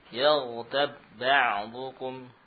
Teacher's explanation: Yaghtab ba'dukum, ya, dianggap satu ba. Ba yang pertama yang sukun tidak lagi dibaca.